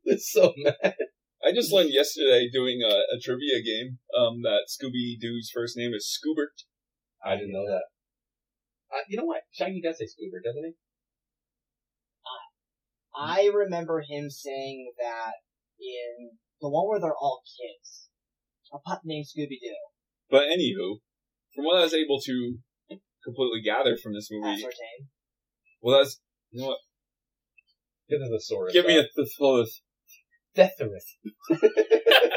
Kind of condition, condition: fault, poor sound quality